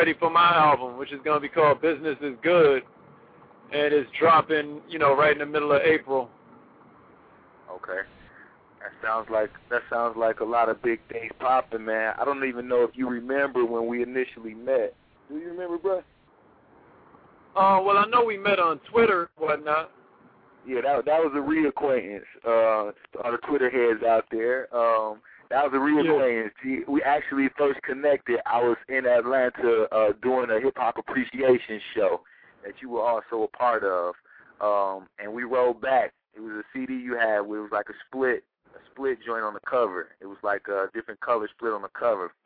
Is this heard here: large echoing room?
no